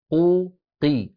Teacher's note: وهذا مشاهد في الواقع، فلما يقول أحدنا قا فإن كمية الهواء التي تشغل فمه أكبر من قو قا قو، ولما نقول قو قي فإن ارتفاع وسط اللسان عند المكسور يقلل حجم الهواء الذي والحيز الذي يأخذه الصوت في الفم. قو قي، إذن الفراغ الفموي أكبر ما يكون في المفتوح، يليه المضموم يليه المكسور